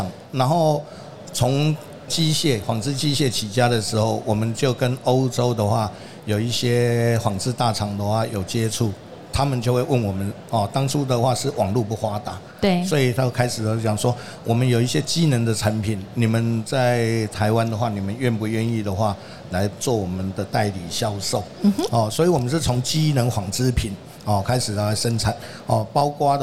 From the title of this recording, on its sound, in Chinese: 2022 Medical Taiwan台灣國際醫療暨健康照護展 -Live Podcast